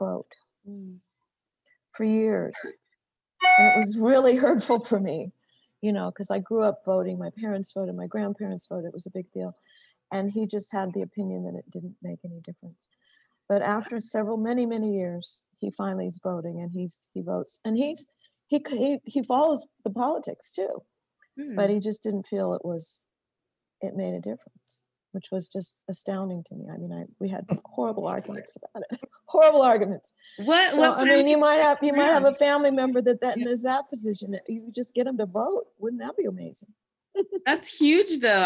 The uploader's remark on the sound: Q&A Discussion ONLINE. Has an intimate discussion with congregants from all across America and even in Pakistan!